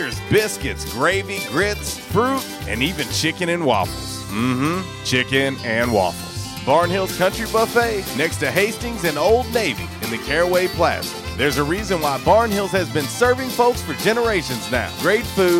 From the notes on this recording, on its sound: LIVE from J’Town’s Grill!